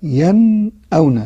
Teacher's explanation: ين فيها جزء من الغنة ولكن زمن بسيط، ما أقولش ين أونا. · Term: غنة ناقصة